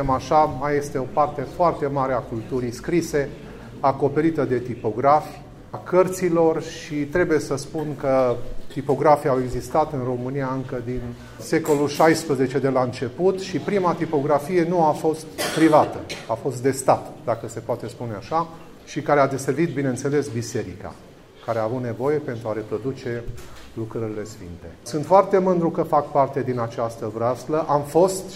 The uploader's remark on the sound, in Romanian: Înregistrare din sala Theodor Pallady a Bibliotecii Academiei Române la vernisajul expoziției „Presa românească.